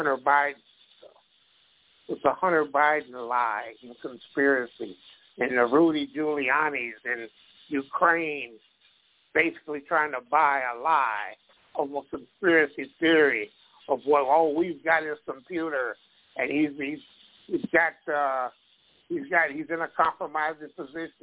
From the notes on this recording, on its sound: Live & Call-In. Working political talk radio.